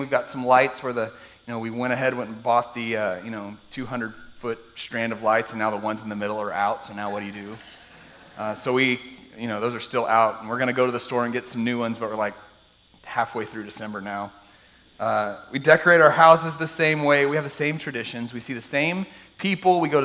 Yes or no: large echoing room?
yes